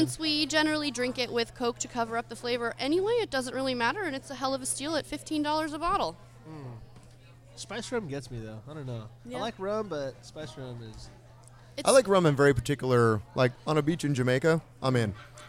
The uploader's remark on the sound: live from a Firestone Walker Tap Takeover